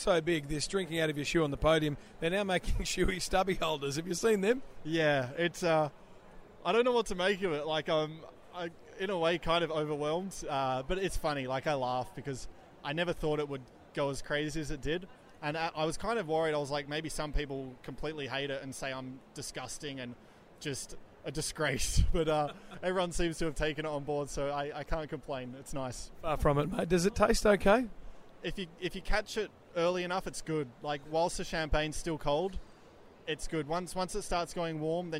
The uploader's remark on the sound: Live from the Australian Grand Prix.